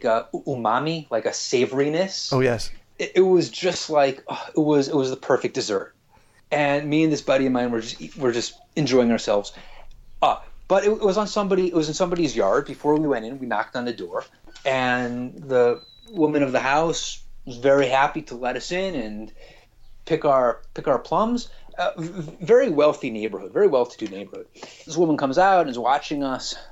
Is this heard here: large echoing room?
no